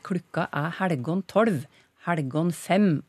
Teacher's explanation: Helgon med tjukk L, altså.